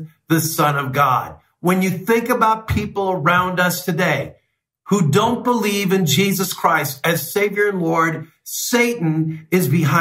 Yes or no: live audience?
no